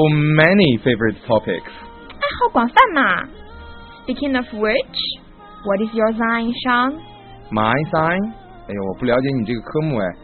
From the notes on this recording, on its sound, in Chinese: 老粉能一耳朵就听出这嘈杂的音质。